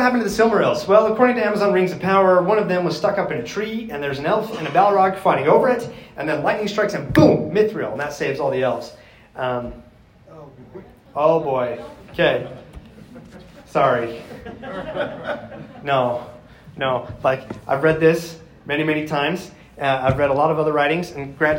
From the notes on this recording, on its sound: My Panel at FanX 2023. My live presentation from FanX 2023.